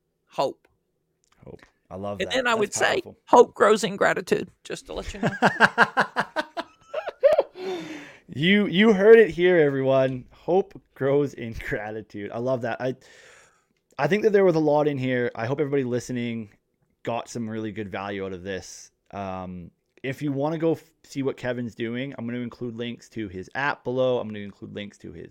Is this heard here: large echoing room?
no